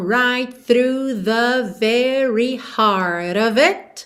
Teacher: você já junta o T de right no TH do through, que começa aqui, ok?